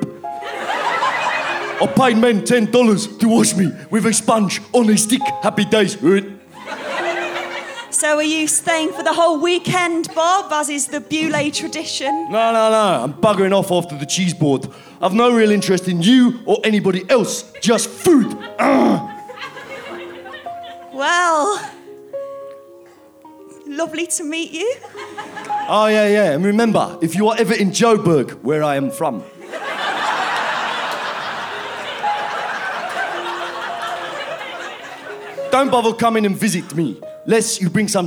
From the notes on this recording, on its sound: Recorded at the Leicester Square Theatre, London, in January 2011.